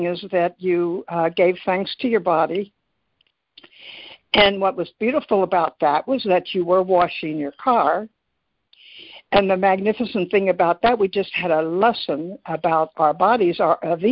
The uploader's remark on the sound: ACIM Daily Conference Call.